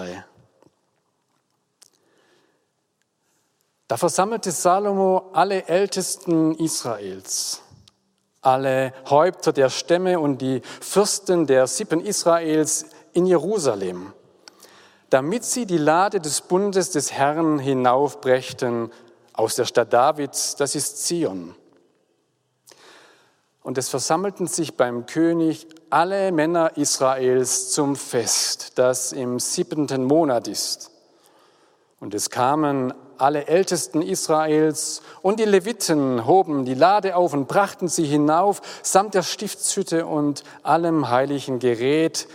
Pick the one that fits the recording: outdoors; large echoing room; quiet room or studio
large echoing room